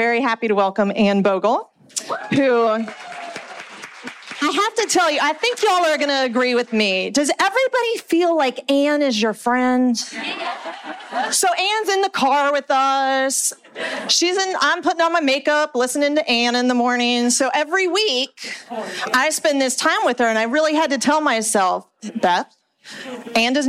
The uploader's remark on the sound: Along with 150 other readers at the ever-charming bookstore Bookmarks NC in Winston-Salem, North Carolina as part of an event for the Modern Mrs Darcy Book Club. We got to have our author chat in person.